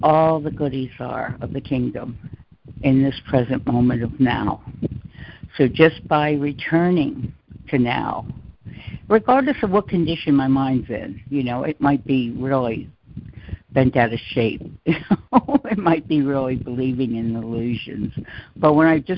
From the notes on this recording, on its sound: ACIM Daily Conference Call